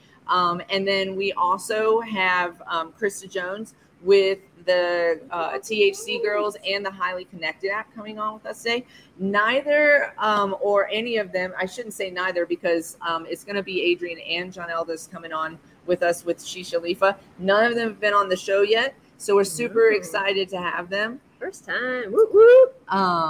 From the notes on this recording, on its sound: Live from Shisha Leafa